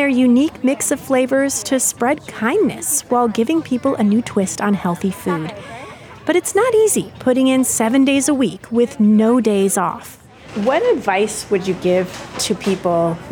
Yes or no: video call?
no